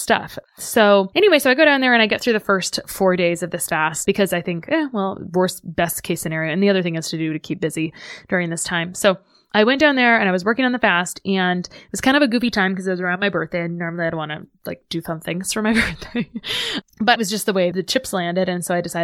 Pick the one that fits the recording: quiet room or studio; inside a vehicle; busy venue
quiet room or studio